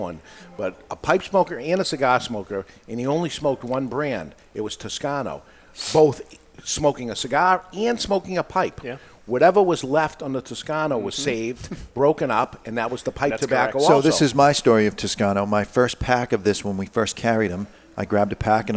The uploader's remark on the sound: recorded live in front of a studio audience at Studio 21 Podcast Cafe upstairs at Two Guys Smoke Shop in Salem, NH